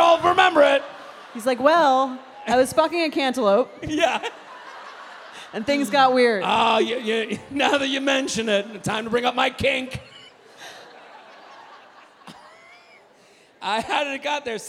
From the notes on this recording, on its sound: A very special bonus episode recorded live at The Vic Theatre in Chicago. They conduct a dating app profile makeover for 2 audience members.